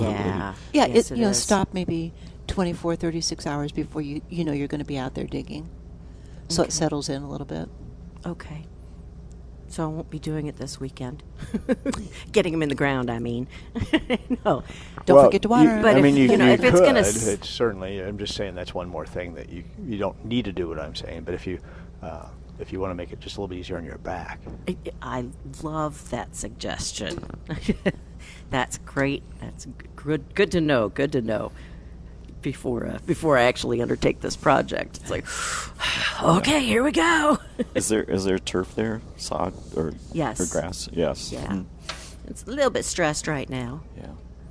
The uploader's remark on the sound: Plant Experts Live at Prairie Gardens.